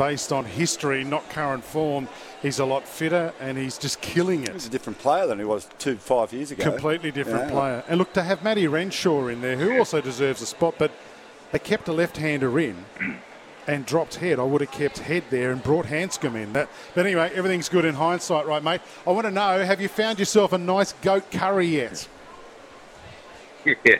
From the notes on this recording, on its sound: LIVE from the Sporting Globe in Logan